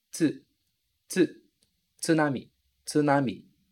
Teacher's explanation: Para você pronunciar esse ts, você tem que eliminar completamente esse i.